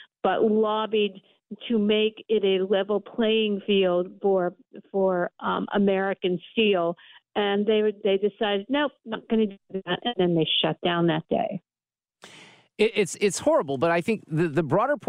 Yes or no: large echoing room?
no